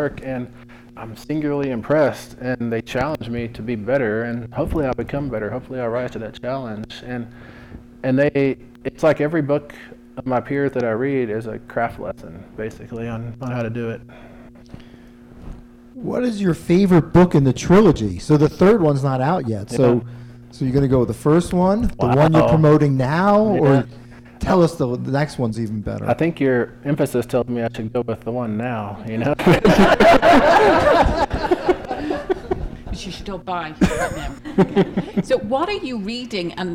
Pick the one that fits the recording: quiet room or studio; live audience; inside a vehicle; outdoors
live audience